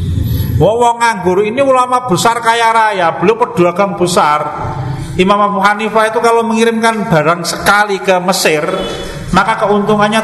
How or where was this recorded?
large echoing room